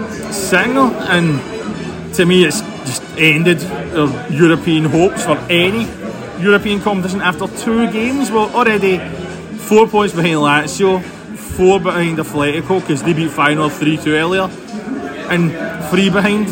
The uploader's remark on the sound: Recorded at MOLLY MALONES . Recorded at MOLLY MALONES .